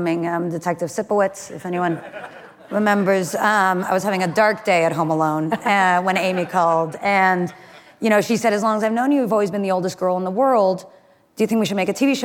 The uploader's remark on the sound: Live at Code 2019